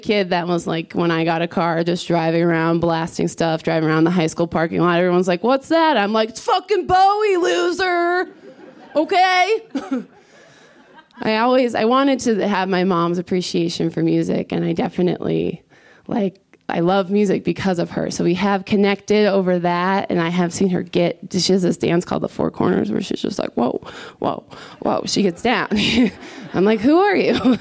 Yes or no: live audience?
yes